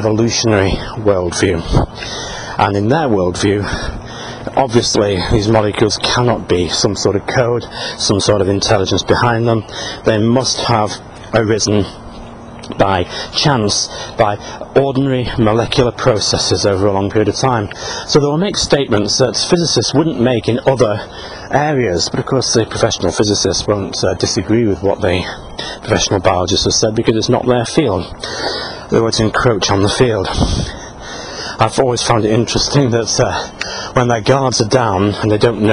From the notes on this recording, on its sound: While out walking his dog, Fraser.